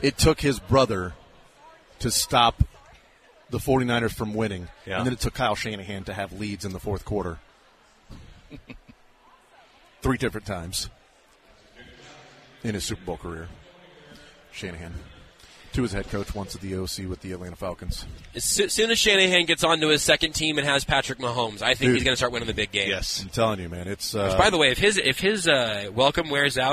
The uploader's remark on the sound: The Zone continues broadcasting live from the KC Golf Show.